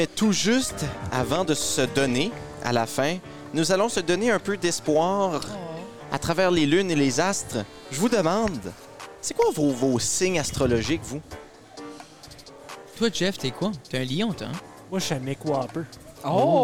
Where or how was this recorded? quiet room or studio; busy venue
busy venue